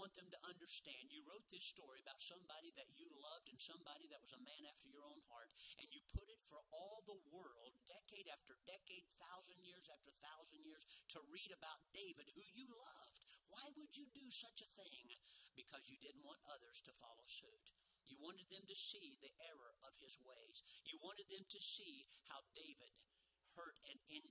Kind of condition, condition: setting, large echoing room